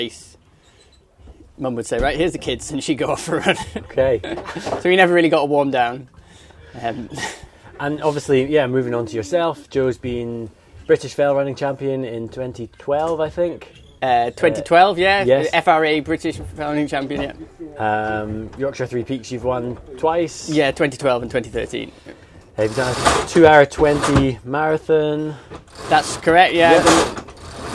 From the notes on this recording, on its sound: While racing on the boat Opportune in the 2023 Scottish Islands Peaks Race. We recorded the episode while sailing on Opportune.